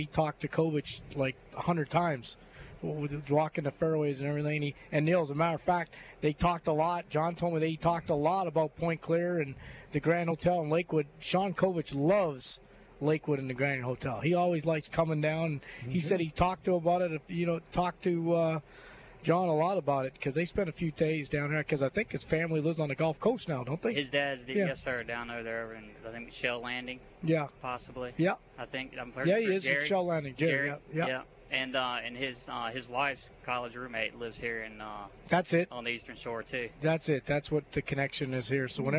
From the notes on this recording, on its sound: LIVE From Terry Thompson Chevrolet